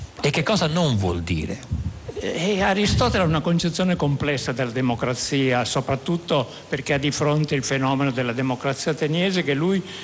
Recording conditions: busy venue